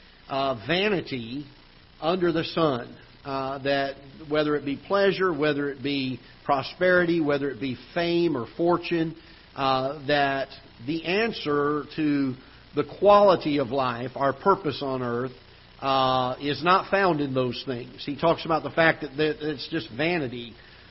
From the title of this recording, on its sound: Ketha Heights Baptist Church ~ Live Broadcast